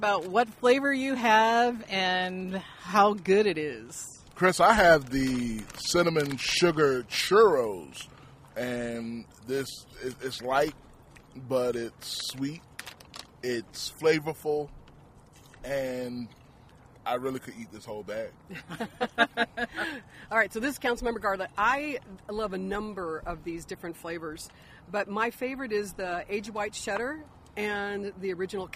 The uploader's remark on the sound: We're on location at Tempe Town Lake!